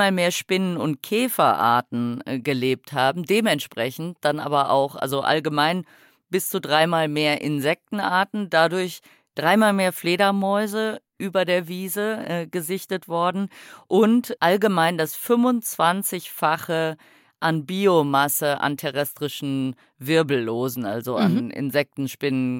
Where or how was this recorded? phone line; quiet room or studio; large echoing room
quiet room or studio